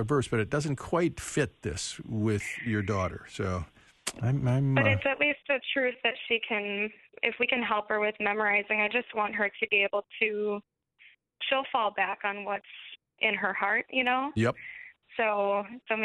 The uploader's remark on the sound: We open up the phones